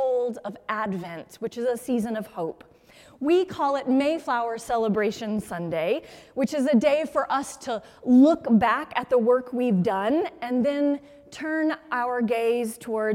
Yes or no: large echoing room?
yes